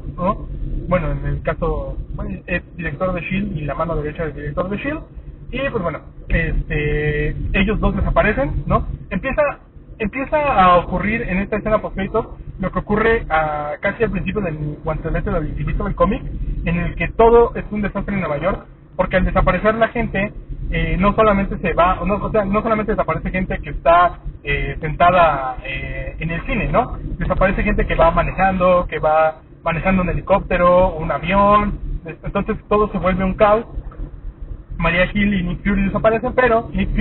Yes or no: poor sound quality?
yes